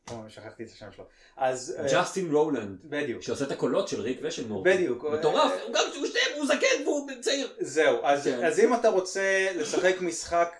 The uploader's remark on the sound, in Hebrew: אה, ומכיוון שכולם כבר היו באותו המקום, אז הקלטנו פרק לא-ערוך עם איכות סאונד מעפנה.